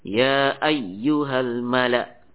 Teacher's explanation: contoh qalun an-nafi dalam salah satu wajahnya, ya bacaan ini dibaca dengan dua harokat saja. · Term: mat jaiz munfasil